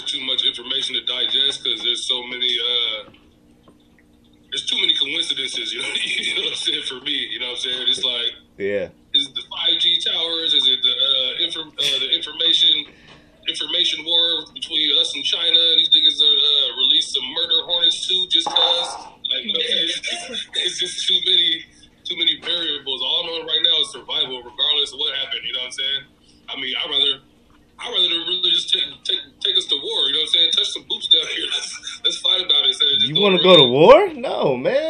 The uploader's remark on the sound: Live Zoom podcast